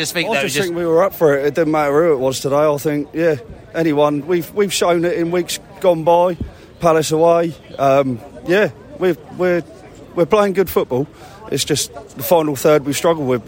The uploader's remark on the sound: Post-match podcast from the stands.